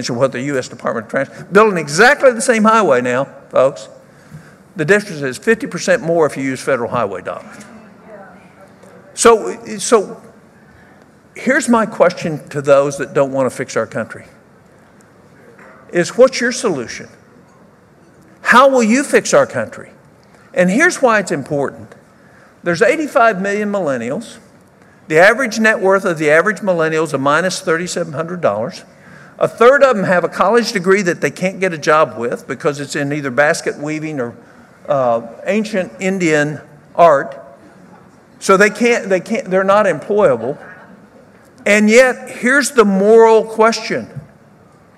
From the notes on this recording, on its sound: speaks at the 2018 Pennsylvania Leadership Conference.